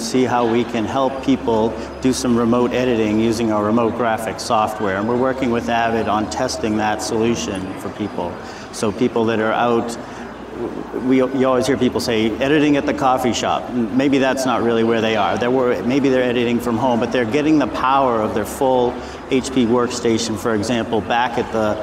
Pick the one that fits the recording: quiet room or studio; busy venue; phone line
busy venue